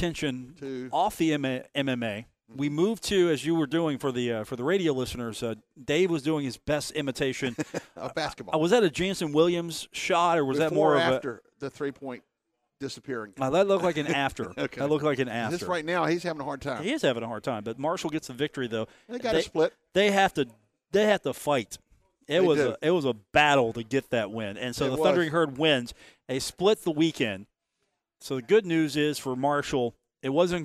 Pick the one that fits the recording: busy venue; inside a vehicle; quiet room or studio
busy venue